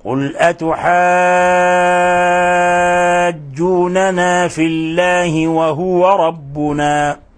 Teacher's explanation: كيف مددنا لفظ أتحاجوننا، مددناه 6 حركات، وهذا المد متفق عليه عند سائر القراء، لأن هذا المد يسمى مد كلمي، مد لازم كلمي مثقل، مد لازم كلمي مثقل، فيمد 6 حركات عند سائر القراء.